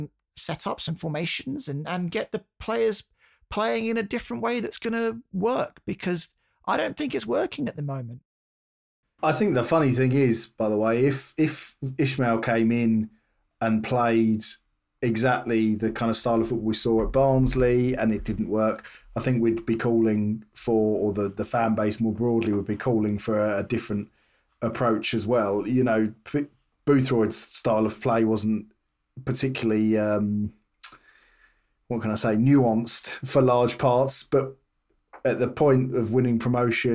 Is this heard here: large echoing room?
no